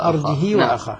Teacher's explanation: ورش والكسائي يقرآن بترك الهمز وكسر الهاء وإشباعها. أرجه وأخاه.